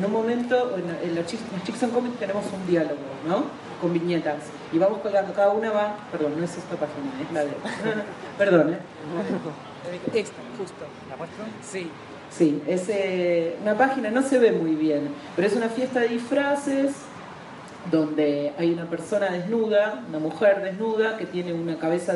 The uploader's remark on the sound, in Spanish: Audio registrado en el Parque Bustamante de Santiago de Chile en noviembre de 2014